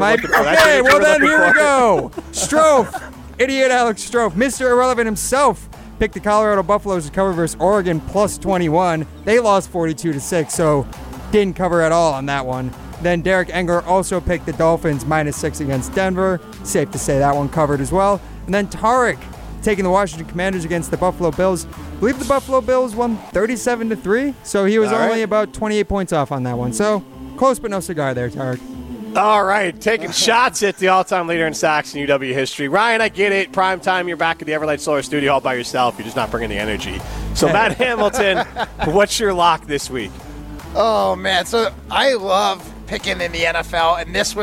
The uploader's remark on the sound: live from Chalmers Jewelers in Middleton